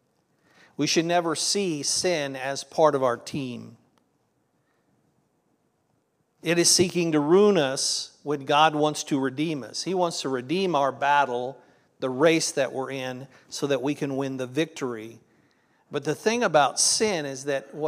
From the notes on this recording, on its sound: This was originally recorded at Palestine Church of Christ on Nov 5th, 2023.